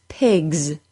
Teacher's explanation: An S added to the G sound will be voiced, so it will sound like a Z sound.